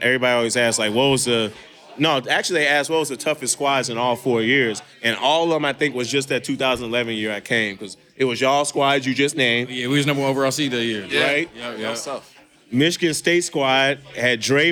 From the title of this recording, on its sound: LIVE FROM OVER UNDER